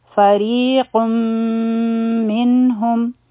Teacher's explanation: نو دلته کې مونږه ډایرکټ میم لزو، د نون آواز پکې ختم شي. · Term: ادغام